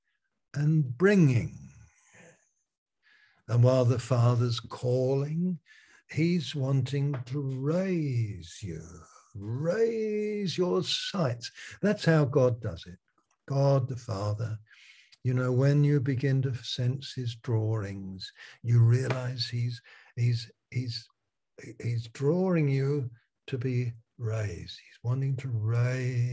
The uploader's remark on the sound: Malaysia Meets (Zoom)